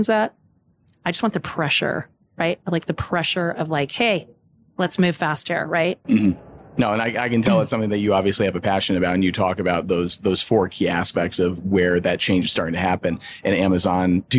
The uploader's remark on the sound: recorded at HLTH in Las Vegas